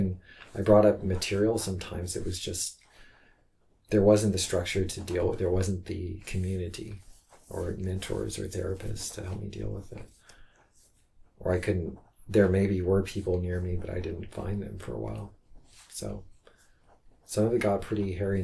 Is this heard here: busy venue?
no